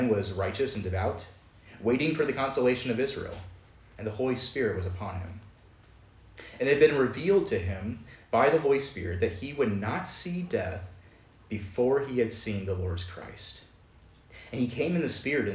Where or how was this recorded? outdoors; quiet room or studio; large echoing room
large echoing room